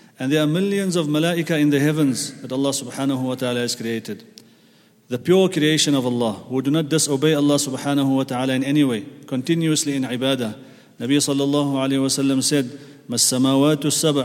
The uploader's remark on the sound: at the Houghton Masjid (West Street)